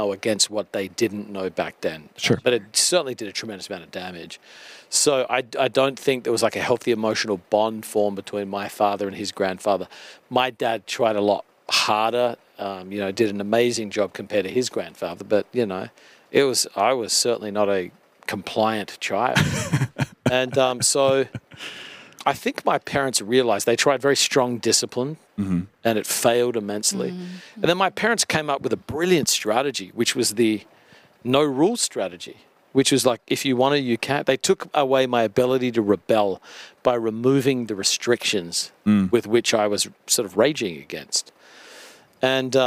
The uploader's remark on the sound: live at the 2023 Child Discipleship Forum